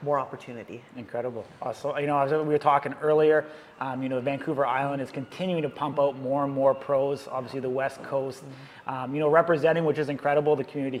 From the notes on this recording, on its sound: join us on location at Truth Gym Gallery in Victoria, BC